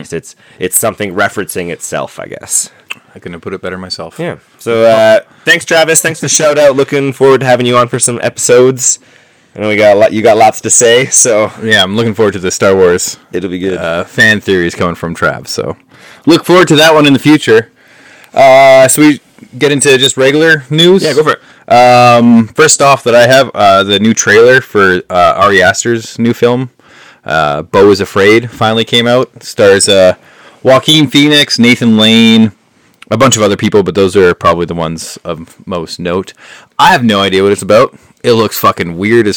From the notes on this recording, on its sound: Excuse the less than average sound quality in this one as we were super excited about our new mics and might have rushed the recording a bit.